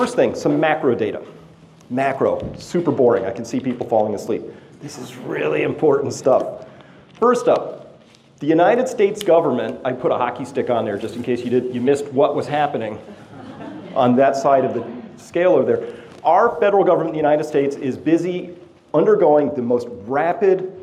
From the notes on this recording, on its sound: This is my live presentation to an audience in Phoenix AZ